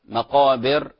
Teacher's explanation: لأن الراء في حالة السكون وقبلها كسر ترقق، فراعي موضوع الكسر في كلمة المقابر وهكذا. · Term: ترقيق الراء